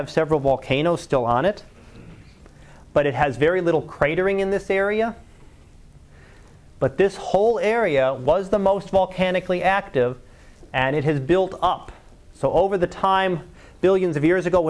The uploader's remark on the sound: Live Class Lecture